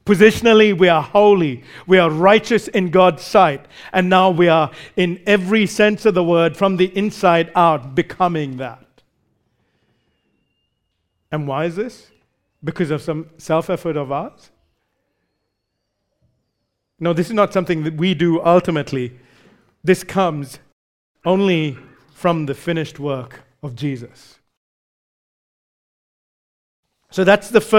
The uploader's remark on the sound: recorded live at Grace Community Bible Church